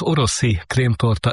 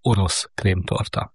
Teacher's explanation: Az idők folyamán az oroszi krémtorta i magánhangzója lekopott, így lett belőle orosz krémtorta.